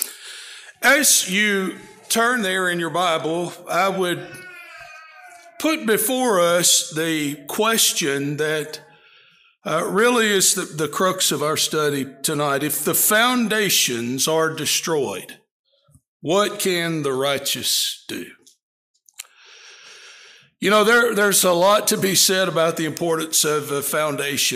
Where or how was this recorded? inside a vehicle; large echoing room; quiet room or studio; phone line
large echoing room